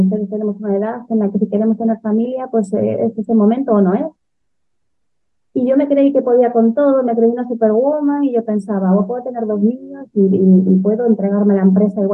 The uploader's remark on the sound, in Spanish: Pero antes de que le des al play, te aviso, el audio es de bastante mala calidad. He hecho lo que he podido para mejorarlo, pero el resultado tampoco ha sido bueno.